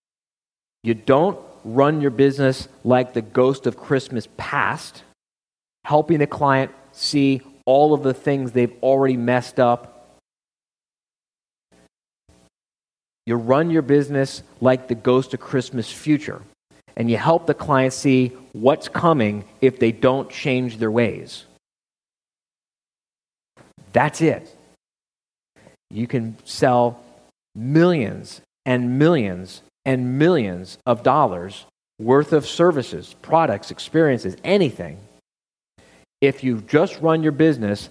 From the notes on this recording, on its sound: live quarterly meeting in July of 2014